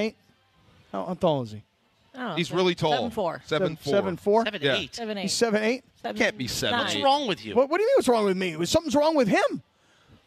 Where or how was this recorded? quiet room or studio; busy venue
busy venue